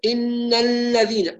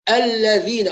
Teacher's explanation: عند اللام أصفي صوتها من الغنة فأحقق مخرجها وأعتمد عليه · Shown in: second take